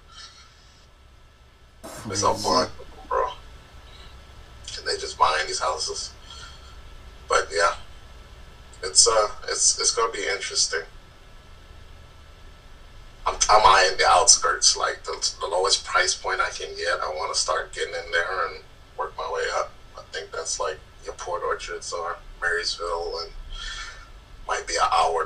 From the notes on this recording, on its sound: Sorry for all the noise I didn’t realize the mics were so sensitive